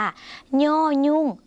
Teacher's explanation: โยยุ่งเสียงขึ้นจมูกค่ะออกเสียงเหมือนในภาคอีสานและในภาคเหนือของไทย